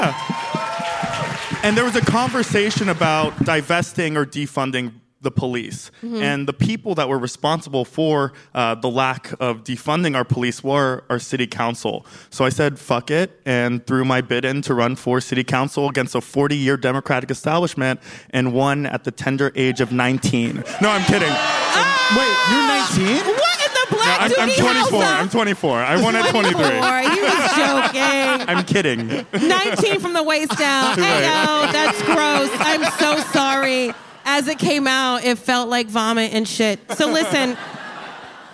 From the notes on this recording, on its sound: live on stage at the Bell House!